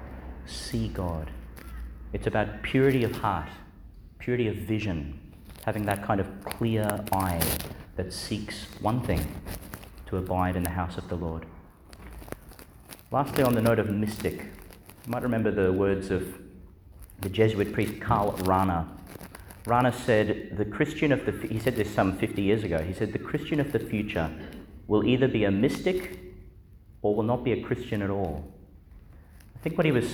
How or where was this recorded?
large echoing room